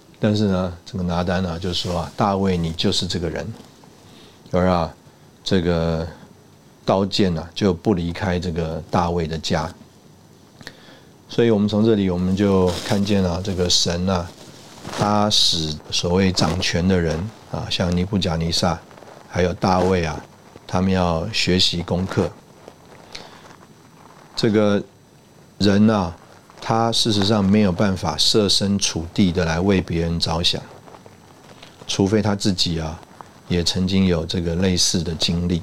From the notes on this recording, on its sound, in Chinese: 本集節目錄製時有雜音，造成收聽不便，敬請見諒。